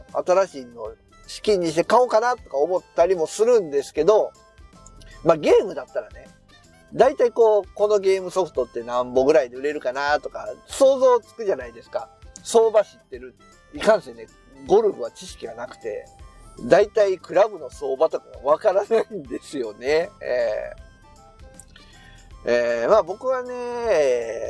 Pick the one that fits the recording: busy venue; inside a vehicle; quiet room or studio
inside a vehicle